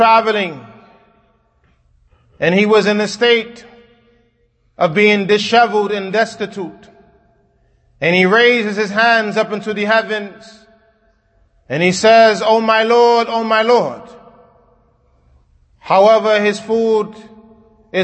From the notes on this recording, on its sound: Kutbah given at Masjid Nur Allah, Queens, NY